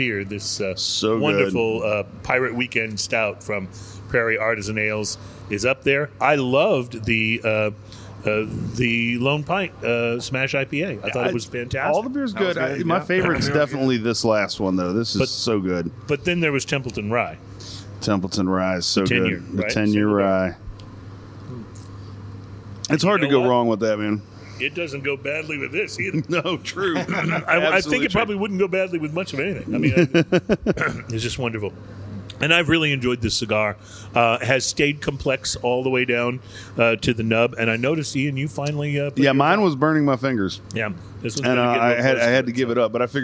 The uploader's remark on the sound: On Location At Cigars International!